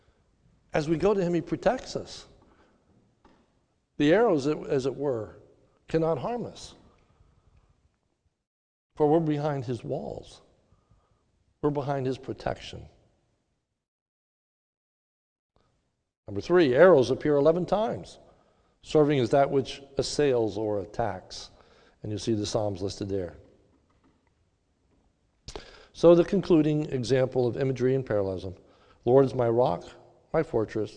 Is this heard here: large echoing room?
yes